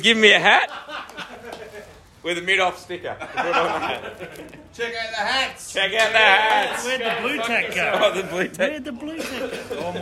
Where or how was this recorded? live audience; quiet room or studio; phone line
live audience